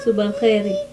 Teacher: Example of the voiceless velar fricative